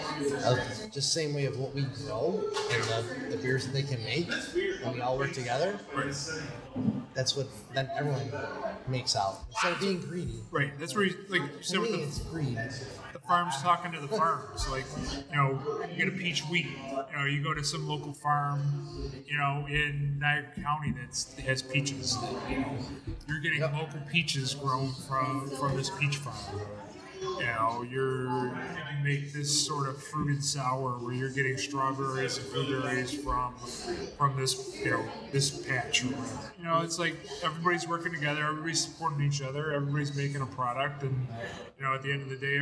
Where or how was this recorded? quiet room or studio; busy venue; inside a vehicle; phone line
busy venue